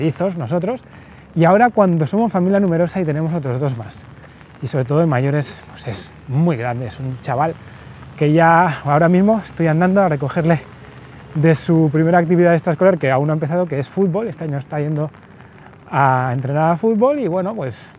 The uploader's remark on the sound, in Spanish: No tenéis los auriculares rotos ni el audio del podcast está sucio, es el agua haciendo ruido en el paraguas. Momento en el que tuve que salir a buscar al hijo mayor de una actividad deportiva.